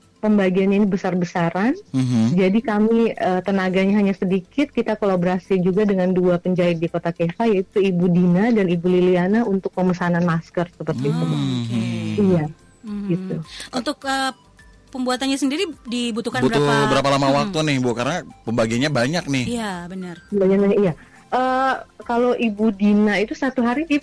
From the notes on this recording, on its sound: ON THE PHONE.